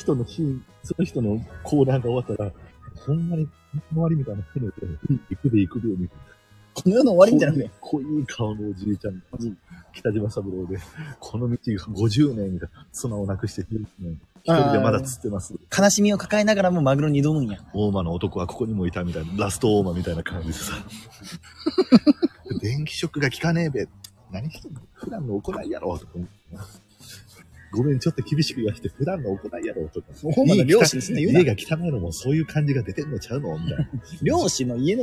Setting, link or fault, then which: setting, outdoors